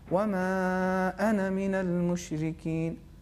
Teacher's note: इस सूरत में अलिफ़ का तलफ़ुज़ नहीं होगा, सिर्फ नून पर जो ज़बर है इसका तलफ़ुज़ किया जाएगा